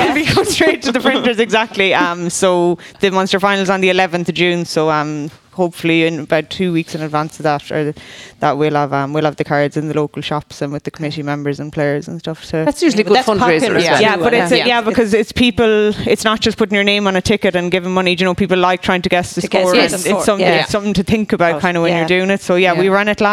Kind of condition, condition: setting, busy venue